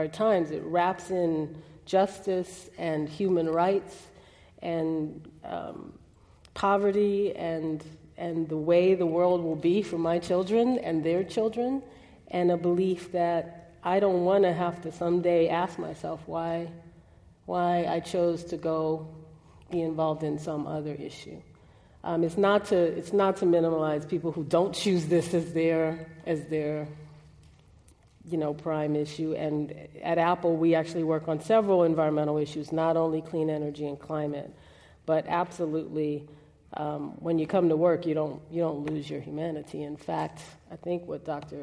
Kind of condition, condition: setting, live audience